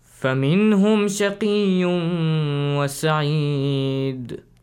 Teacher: Again, you forgot to bounce the sound of dal.